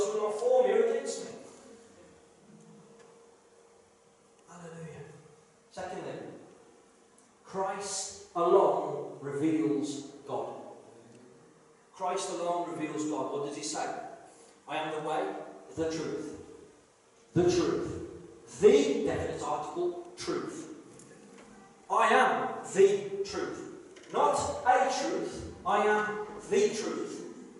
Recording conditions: poor sound quality